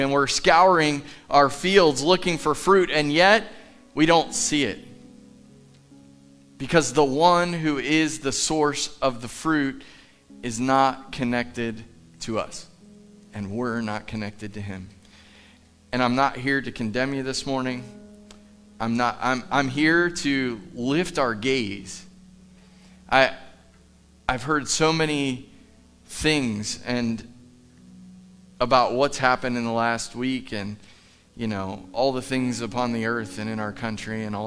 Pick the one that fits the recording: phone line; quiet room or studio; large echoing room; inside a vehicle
large echoing room